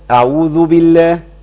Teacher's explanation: الذال بتطلع من طرف اللسان مع طرف الثنايا العليا